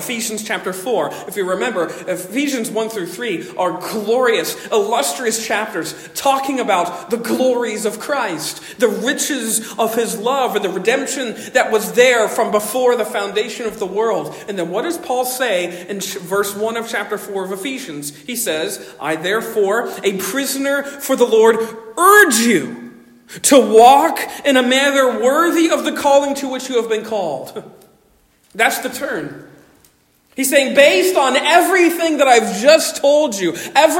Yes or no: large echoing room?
yes